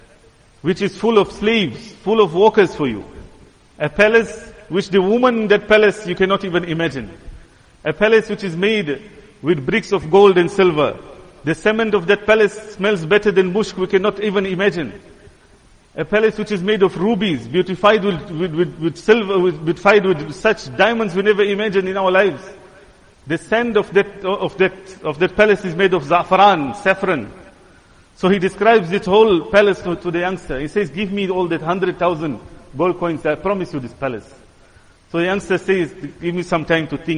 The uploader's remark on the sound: Jumuah lecture